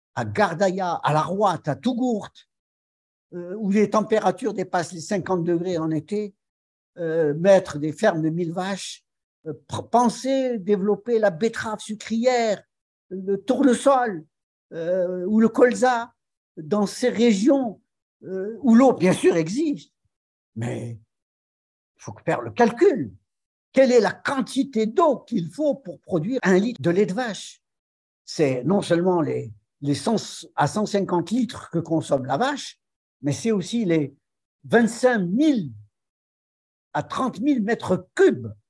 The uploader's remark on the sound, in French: Cet épisode a été enregistré le 02 février 2023 via zoom. Par le Centre d'Études Maghrébines à Tunis ( CEMAT ).